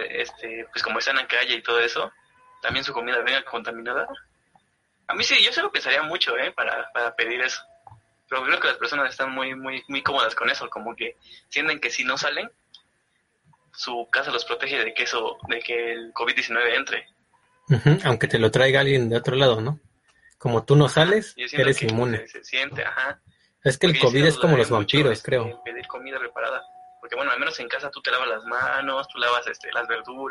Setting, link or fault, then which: link, video call